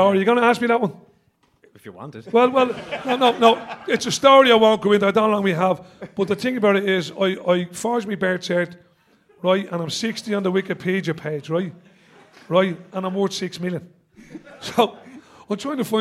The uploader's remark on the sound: 30 of our members for what was a highly enjoyable debut live show in our new city centre studios